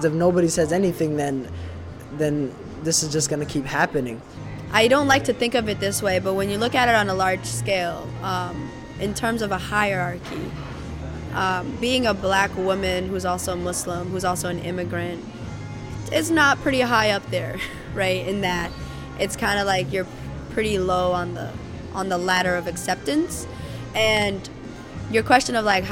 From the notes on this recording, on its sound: The interview was recorded at Forage Market in Lewiston, Maine